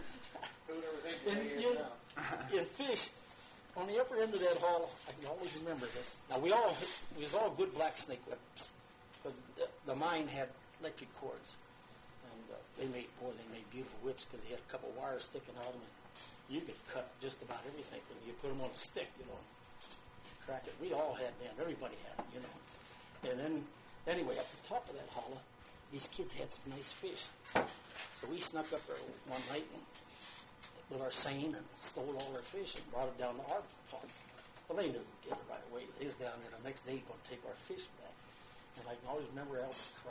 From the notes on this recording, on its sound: This interview was recorded on a cassette tape and done as part of a college research paper with scripted questions. I have saved the tape and moved the audio to my computer to share with you all. The audio quality is not flashy.